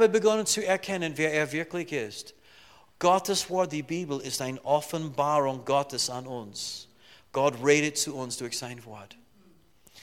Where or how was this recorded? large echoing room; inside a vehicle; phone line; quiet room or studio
large echoing room